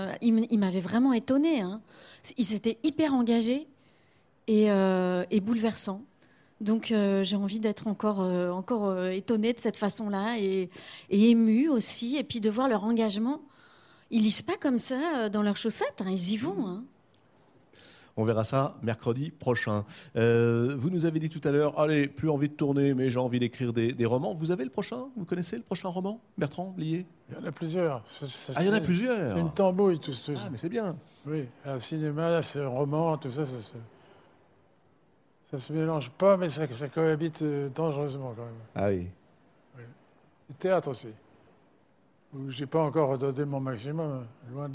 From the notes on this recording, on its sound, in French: une nouvelle émission depuis le Festival de Cannes